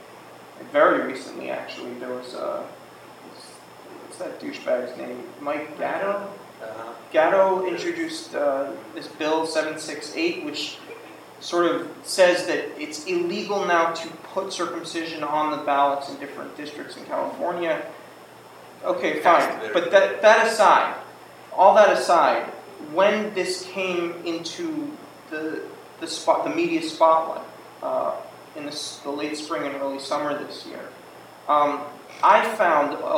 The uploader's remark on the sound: This is a recording of the Introduction and Q&A around the first screening of the Cut Tour. This screening took place in the Pasadena Public Library.